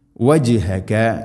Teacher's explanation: വജ് ജീമിനെ ഖൽഖല ചെയ്യണം. വജ്ഹക ഷത്റ ഷത്റൽ ത, ത ഉച്ചരിക്കുമ്പോൾ നാവിൻ്റെ മധ്യഭാഗം അണ്ണാക്കിലേക്ക് ചേർന്ന് നിൽക്കണം.